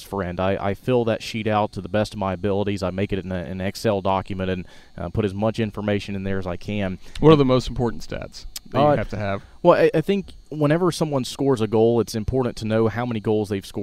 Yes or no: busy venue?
yes